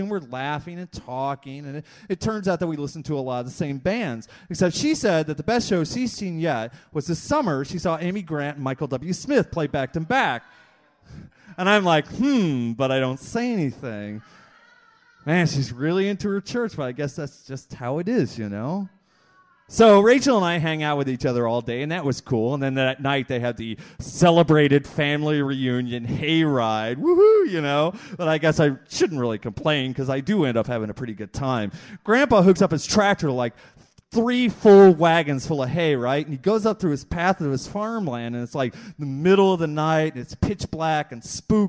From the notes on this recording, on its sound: part two of the slam recorded on May 29th 2001